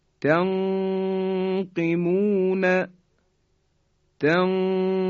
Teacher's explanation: حرف قاف هم صفت استعلا داره و شدت داره. به این شکل اخفا میکنیم نون ساکن رو در قاف.